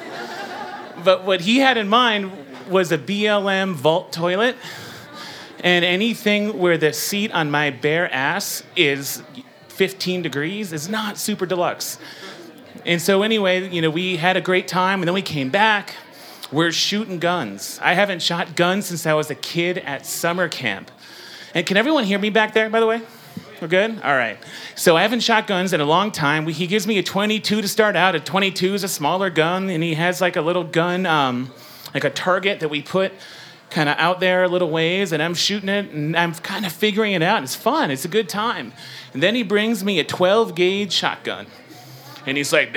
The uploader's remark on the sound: Impromptu Raconteurs. You never know what you'll get when the audience steps up to the mic.